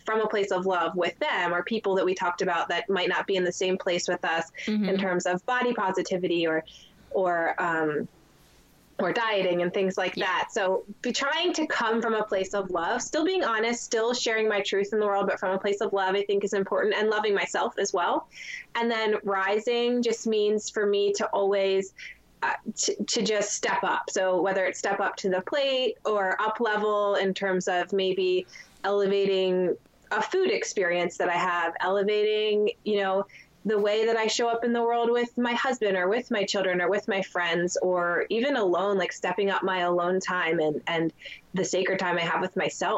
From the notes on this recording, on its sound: my *first ever* Skype video interview for the podcast